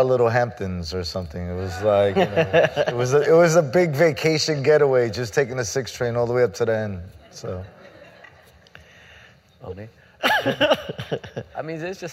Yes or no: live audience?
yes